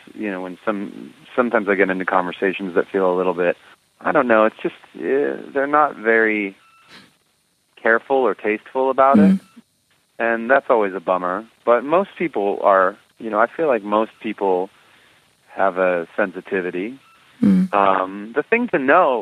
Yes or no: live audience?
no